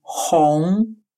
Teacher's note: Финаль он произносится как сочетание русских звуков он, только опять же звук н носовой.